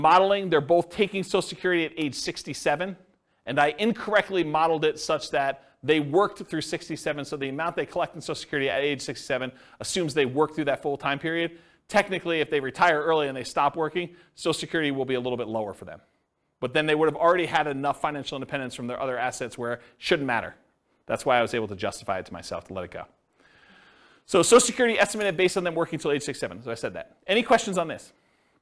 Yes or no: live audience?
yes